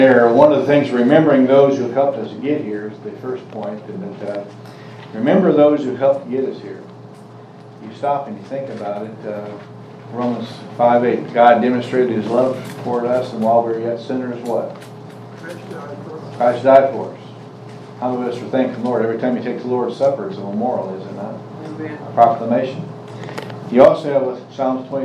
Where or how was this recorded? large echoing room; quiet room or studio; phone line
large echoing room